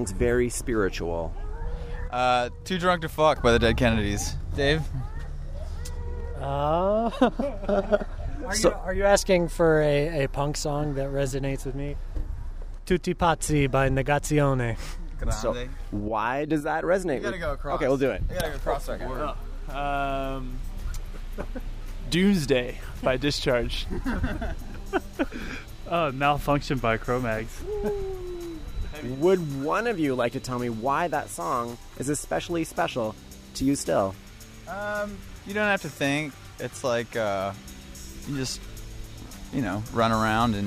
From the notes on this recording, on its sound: In the parking lot behind Vancouver Main Street landmark Red Cat Records. It was a windy fall day so we took refuge at a staircase behind the store. As his bandmates shivered in the wind.